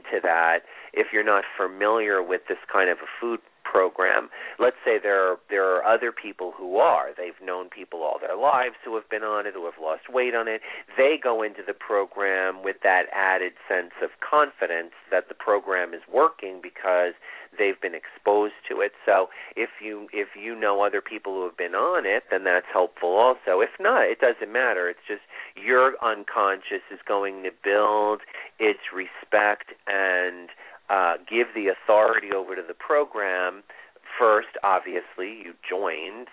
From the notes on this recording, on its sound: This is a call in show.